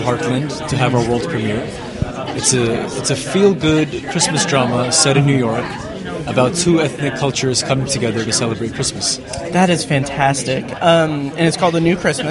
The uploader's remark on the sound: In part 1 of our coverage of the 28th Heartland Film Festival. I interview several filmmakers and guests on the HIFF red carpets.